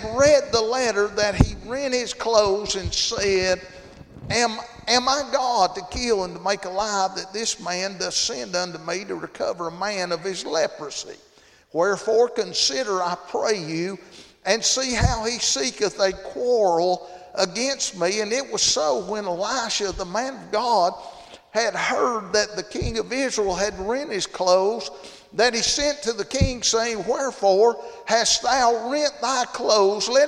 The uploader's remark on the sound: Thursday Evening service at Calvary Baptist